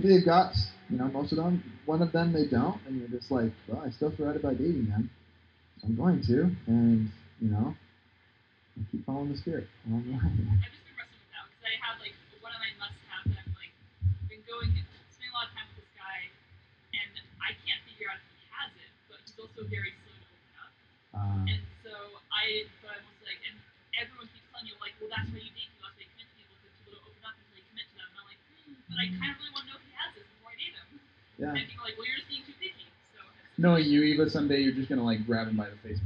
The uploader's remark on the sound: Live Outdoor